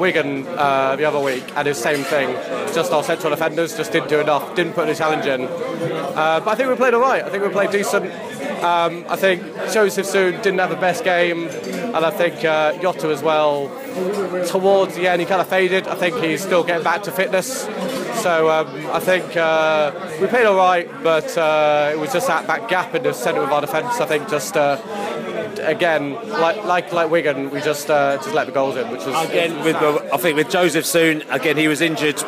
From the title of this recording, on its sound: post-match podcast from the pub